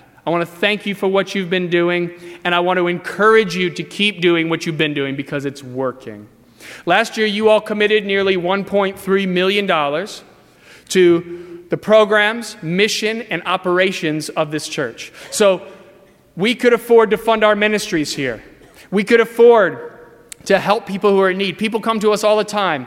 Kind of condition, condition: setting, large echoing room